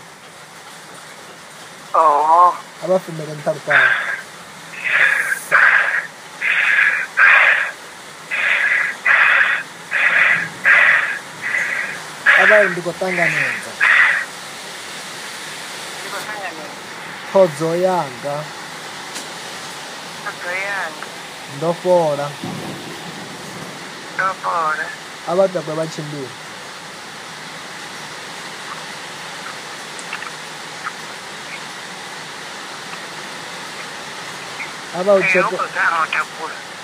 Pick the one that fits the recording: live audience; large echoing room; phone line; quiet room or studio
phone line